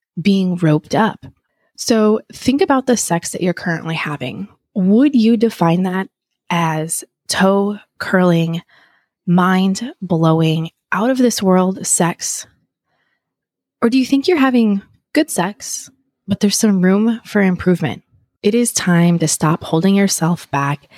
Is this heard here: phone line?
no